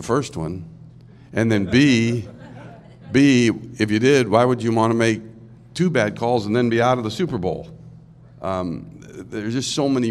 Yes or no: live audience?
yes